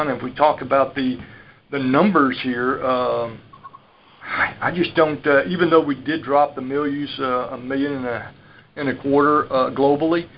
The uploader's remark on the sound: Dec 2018 Monthly Conference Call